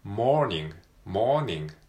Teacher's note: モーニングの伸ばし棒のところに R が入ってきます